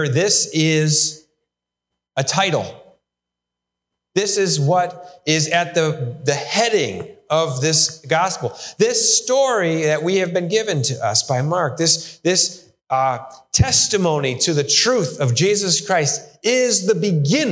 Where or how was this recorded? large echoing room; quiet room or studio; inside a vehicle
large echoing room